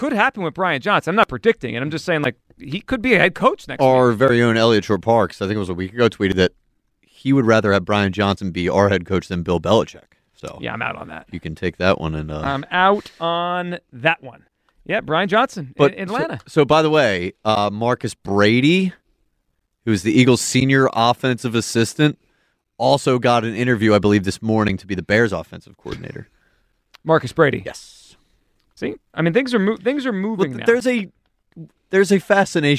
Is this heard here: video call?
no